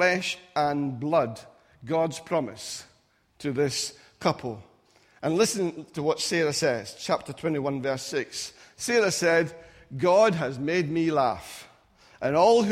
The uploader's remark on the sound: Recorded at freedomcentre church, Preston on Sunday 23rd July 2017